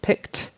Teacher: you need to have that final sound, the T, picked, that takes the place of the ED for that past tense verb.